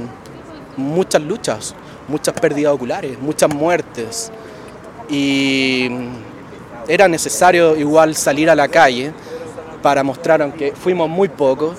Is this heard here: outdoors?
yes